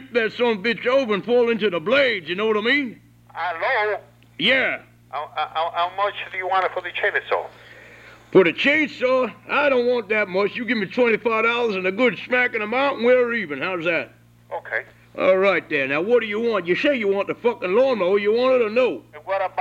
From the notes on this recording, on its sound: …'s Personal Prank Phone Calls Collection.